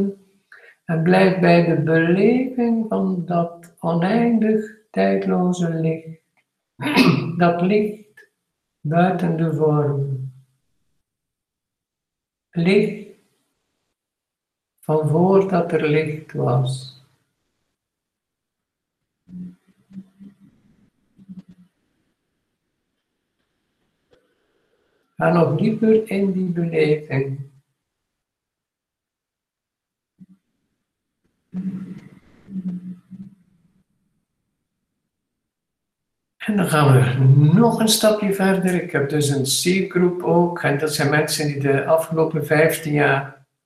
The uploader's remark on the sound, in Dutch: Google Meet opname van maandag 21/12/2020